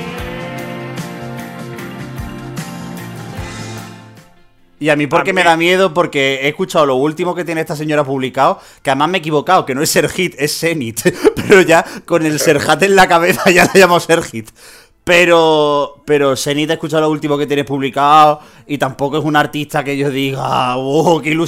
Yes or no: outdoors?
no